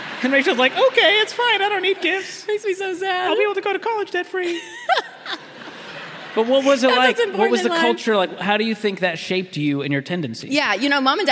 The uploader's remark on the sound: Featuring the very first LIVE audience in the new Ramsey Event Center. From the Smart Conference stage.